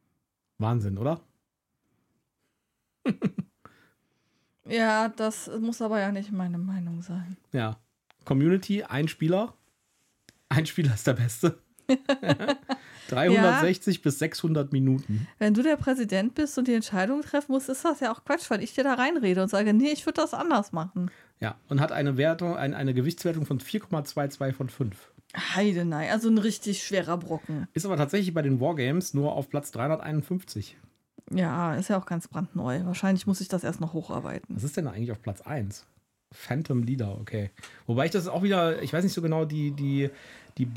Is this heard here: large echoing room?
no